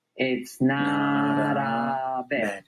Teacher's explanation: una letra semiclave, de las que llamo yo, que es la T convertida en una R